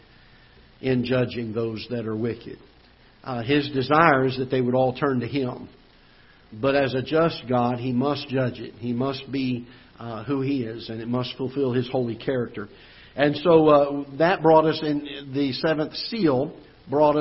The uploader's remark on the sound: Ketha Heights Baptist Church ~ Live Broadcast